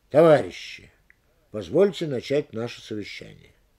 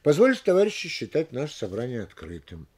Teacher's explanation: Обращение. Оно получает ударение, если открывает фразу, то есть стоит на первом месте. · Shown in: first take